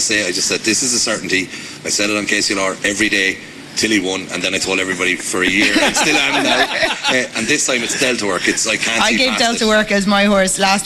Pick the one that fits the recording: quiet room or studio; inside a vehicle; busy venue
busy venue